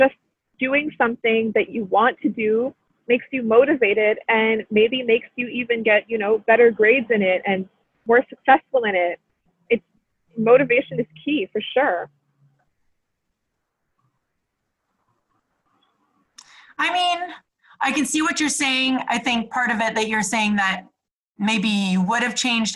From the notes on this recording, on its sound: Our Day Off (ZOOM-edition)